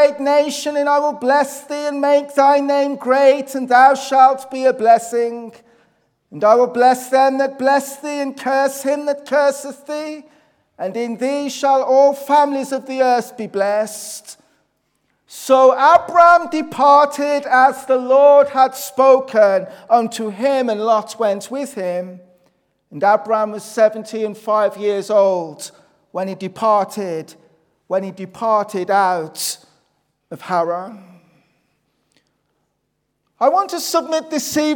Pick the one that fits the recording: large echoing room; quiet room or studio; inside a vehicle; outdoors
large echoing room